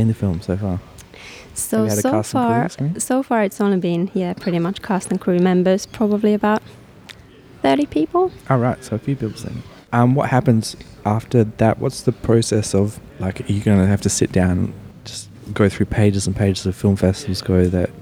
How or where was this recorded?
busy venue